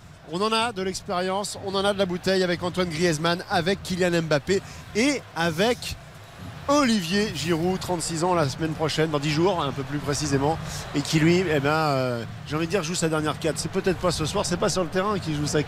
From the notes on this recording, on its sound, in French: en direct du Stade de France